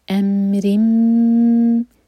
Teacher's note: تنمیم کے بعد میم آ رہا ہے تو یہاں ہمیں ادغام کرنا ہے یعنی کہ مرج کرنا ہے غنہ کے ساتھ، یعنی کہ ہم میم کو یہاں پر ہولڈ کریں گے.